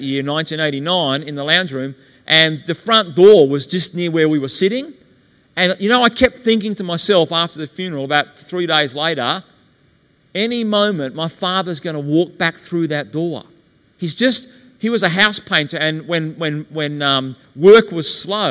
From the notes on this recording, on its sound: LIVE TO 2000 PEOPLE IN SYDNEY AUSTRALIA. Introduced on stage to an audience of attendees who gathered for a weekend conference.